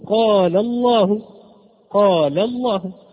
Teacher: إذا كانت مسبوقة بحرف مفتوح أو مضموم فيكون حالها مفخم فتفخم هذه اللام، وإذا كانت مسبوقة بحرف مكسور فحكمها الترقيق. · Term: مفخمة